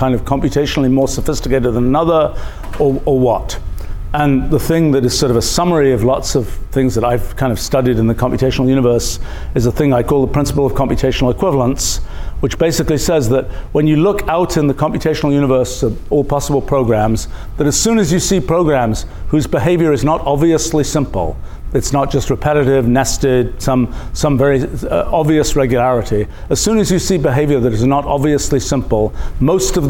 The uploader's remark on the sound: Center for the Future Mind. Lecture from Mindfest 2023.